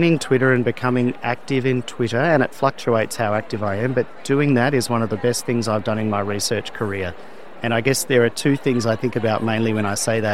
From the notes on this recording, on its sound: interview recorded at the Pediatric Academic Societies (PAS) meeting in Washington, DC, in May 2023